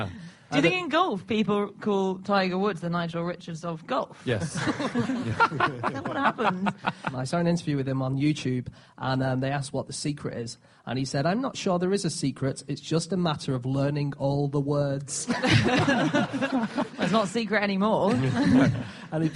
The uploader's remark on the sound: Live from The Edinburgh Festival